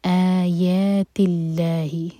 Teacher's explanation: لام جلالہ لائٹ ہوگا کیونکہ اللہ تعالیٰ کے نام سے پہلے جو ورڈ ہے اس کے لاسٹ لیٹر پر کسرہ ہے